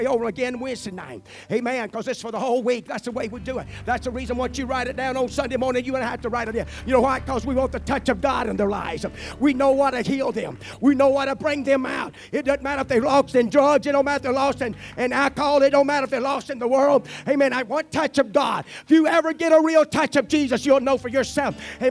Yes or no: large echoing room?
yes